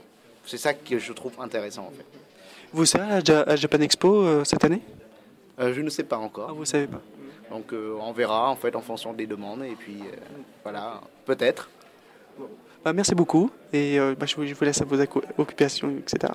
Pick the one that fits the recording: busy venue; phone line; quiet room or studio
busy venue